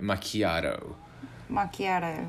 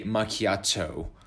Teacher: It sounds very American because you are turning the T into more of a D or R sound · Shown in: first take · right? Macchiato.